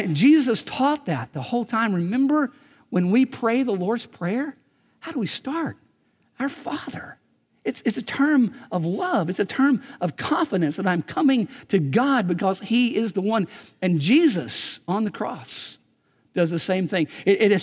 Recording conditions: large echoing room